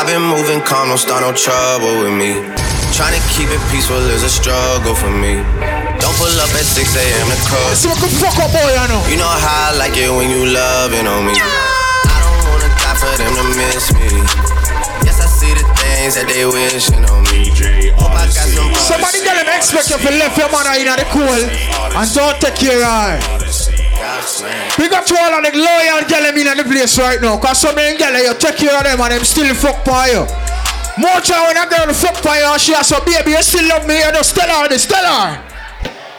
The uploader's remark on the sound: Live Audio From Inside A Regular Friday Night Inside Sit & Sip Lounge!